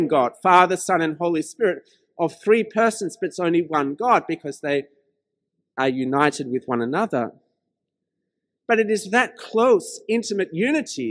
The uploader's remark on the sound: This sermon was preached at St George's Church, Penang on 16th May 2021.